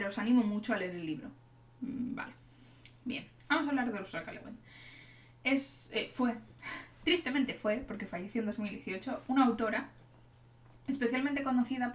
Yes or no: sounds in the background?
yes